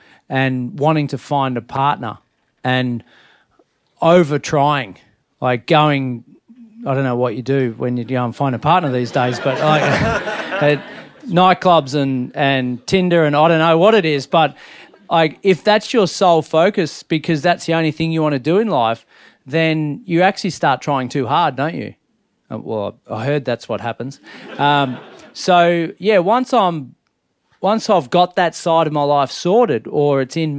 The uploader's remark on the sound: Today's episode was recorded LIVE in Brisvegas! Live in Brisbane.